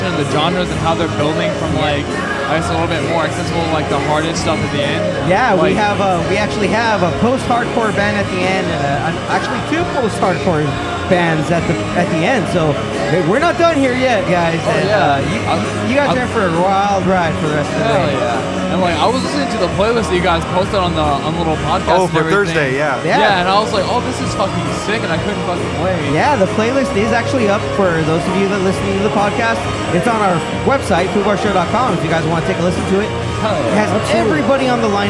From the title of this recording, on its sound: Live From Foobar Fest 2019 at Dba256 in Pomona, CA